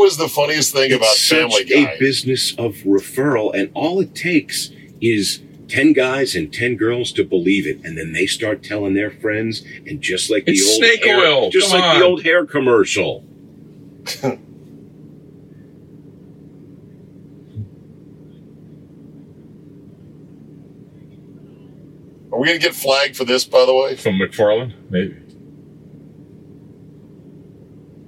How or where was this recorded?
inside a vehicle